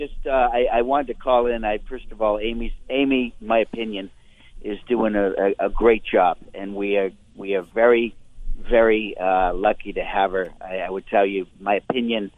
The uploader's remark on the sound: Candidates for the Massachusetts Republican State Committee call